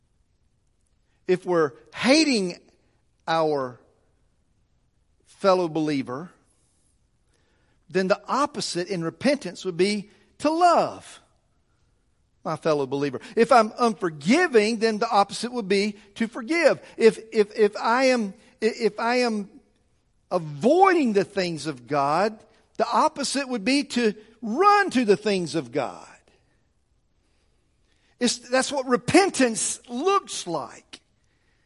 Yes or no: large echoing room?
yes